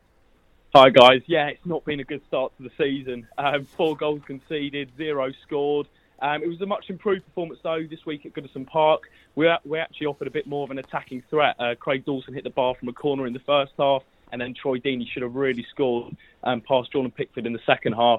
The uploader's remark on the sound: They were also joined on the phones